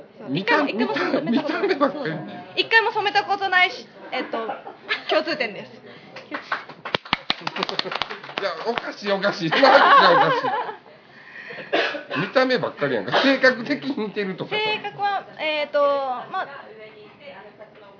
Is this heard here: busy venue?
yes